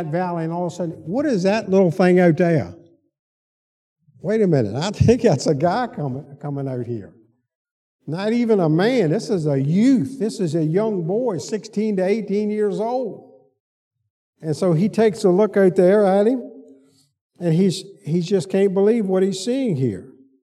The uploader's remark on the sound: Sunday school lecture